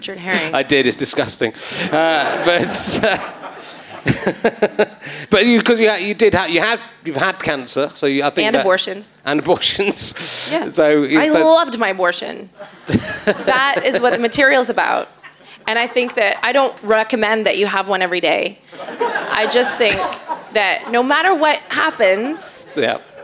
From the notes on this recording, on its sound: Leicester Square Theatre Podcast. To the consternation of his audience who just want to hear the old ones.